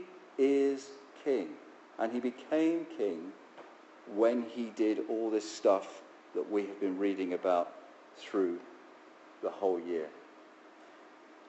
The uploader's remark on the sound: Our sermon from the 9am service on Sunday 20th November 2016